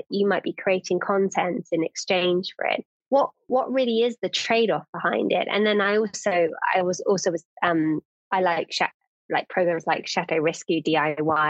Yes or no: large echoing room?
no